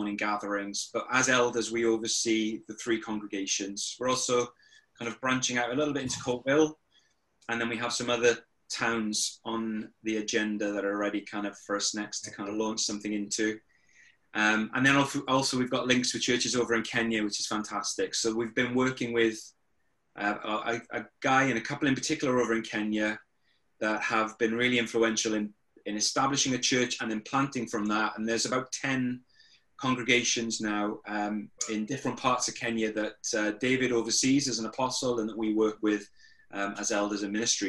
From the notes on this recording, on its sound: over zoom